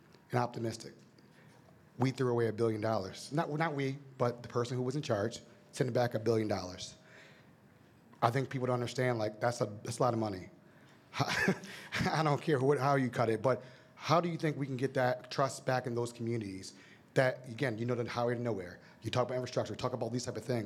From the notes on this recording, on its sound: This year’s MACo Summer Conference featured a live recording of the No Pix After Dark Podcast